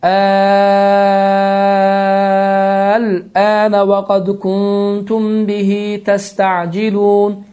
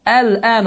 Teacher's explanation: 6 hərəkə miqdarında uzadırıq və bu formada oxuyuruq. · Shown in: first take